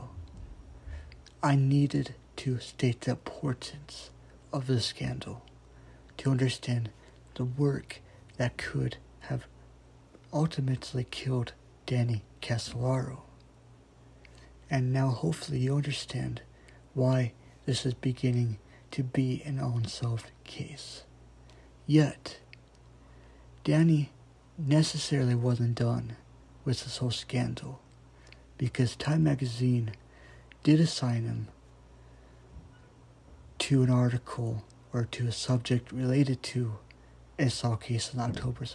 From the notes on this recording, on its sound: sorry if the audio kinda sounds like it came from an iPhone (cause it did)